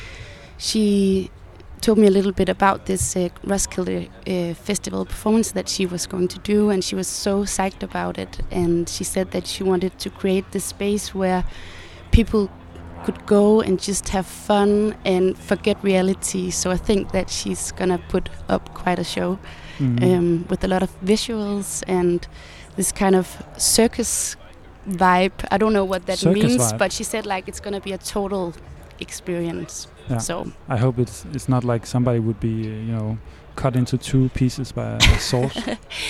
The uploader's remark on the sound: Live from Roskilde Festival. We are more than excited to broadcast our first The Lake Daily program live from the backstage village.